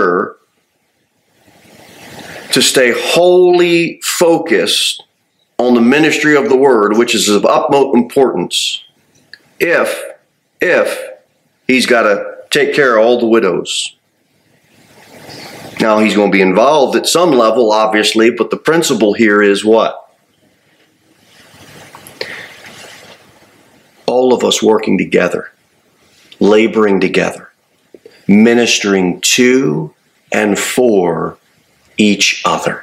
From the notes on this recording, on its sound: Sermon delivered at Pilgrim Baptist Church on Thursday, December 21, 2023, at 6-15 pm. Pilgrim Baptist Church, located at 229 W. Jere Whitson Rd.